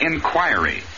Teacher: Accent always on the second syllable, and the I is always long.